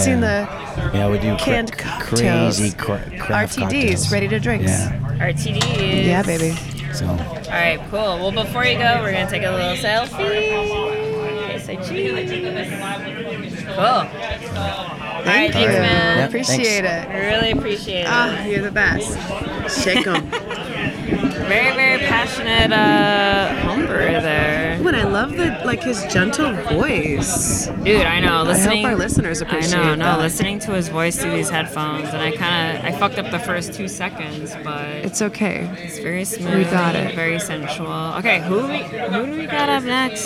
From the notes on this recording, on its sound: Live at their homebrew club brew day with the Socal Cerveceros! We chat with a few attendees as we brew an American Light Lager.